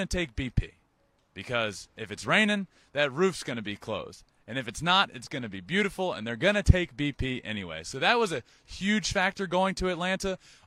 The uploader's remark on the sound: Live from Minute Maid park the day before Game 6 of the World Series!